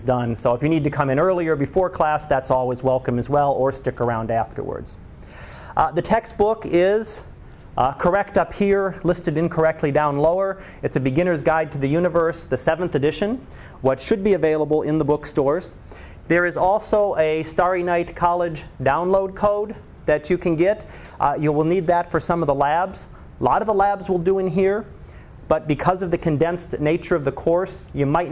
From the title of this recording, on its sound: Live Class Lecture